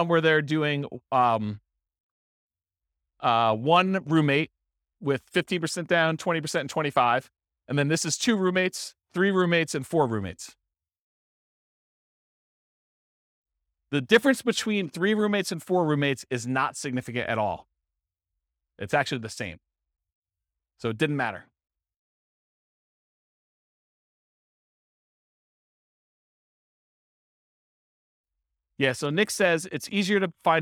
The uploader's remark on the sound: This was a live class recorded.